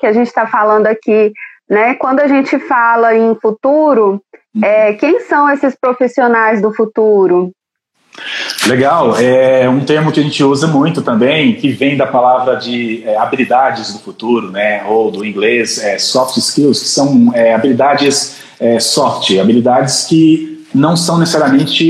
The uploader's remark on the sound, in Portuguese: A Live aconteceu no dia 02/06/2020 via Instagram